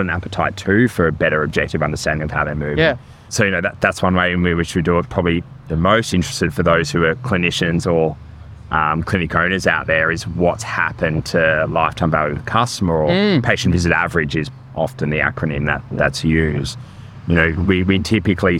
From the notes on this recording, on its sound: Conversations from VALDCON 2023. Recorded at VALDCON 2023.